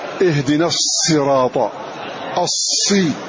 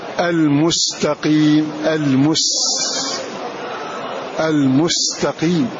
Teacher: حدوث صوت زائد يخرج من بين الشفتين يشبه صوت الطائر. هذه الصفة الصفير، وحروفها ثلاثة وهي الصاد والزاي والسين.